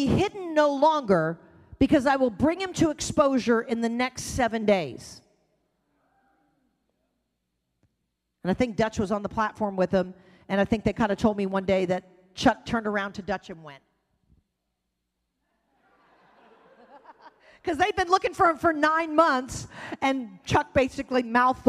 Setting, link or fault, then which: setting, live audience